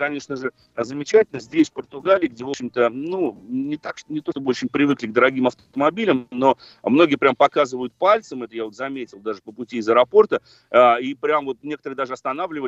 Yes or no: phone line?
yes